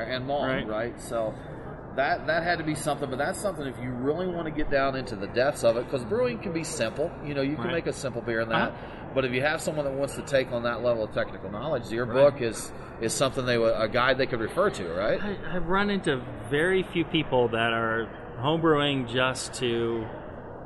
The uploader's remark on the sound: We caught up to one of the biggest names in homebrewing at the 2016 Great American Beer Festival in Denver.